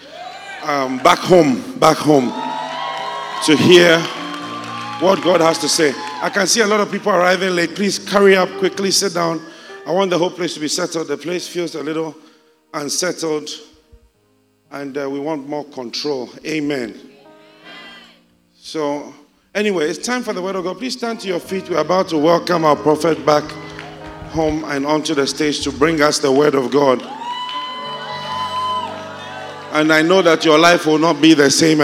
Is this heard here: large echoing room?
yes